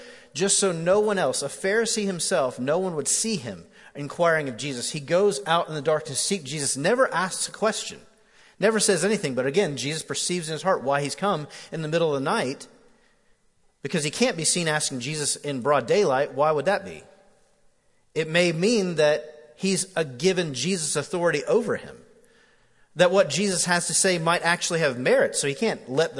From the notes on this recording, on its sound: Recorded live at The Fellowship at Mt Juliet on April 28, 2019.